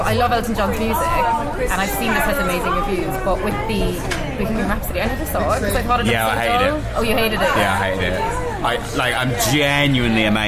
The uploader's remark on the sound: Apologies for the poor audio quality on this one, the bar was unexpectedly busy.